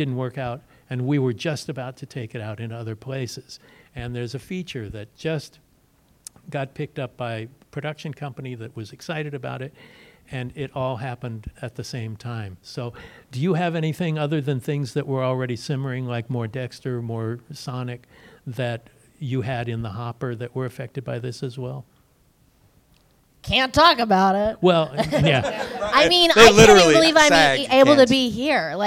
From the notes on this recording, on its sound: Post Mortem invades Midsummer Scream 2023! Recorded LIVE from the world famous horror convention in Long Beach California.